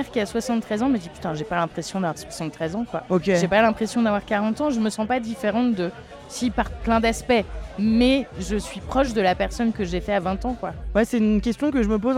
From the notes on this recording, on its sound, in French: Deuxième épisode au festival du film de comédie de l'Alpe d'Huez.